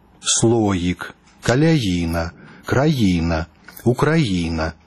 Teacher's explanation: Гэтая гукавая асаблівасць беларускай мовы прыкрываць галосны гук «і» спераду «йотам» праяўляецца і ў сярэдзіне слова, калі галосны ў пачатку склада, і зноў-такі пад націскам. · Term: прыстаўны «йот»